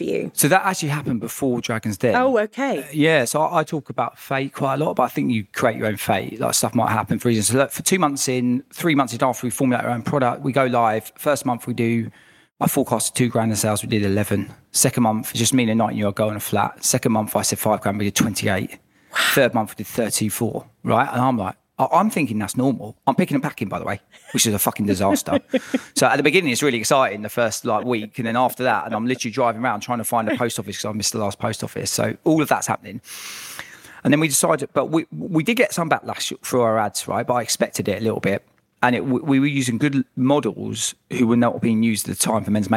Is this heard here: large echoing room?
no